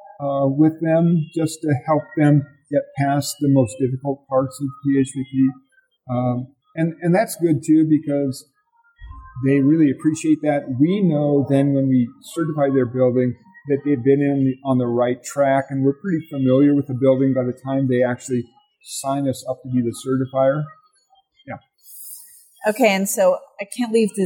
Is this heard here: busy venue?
yes